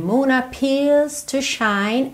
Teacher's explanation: Não tem aquela enrolada de língua no R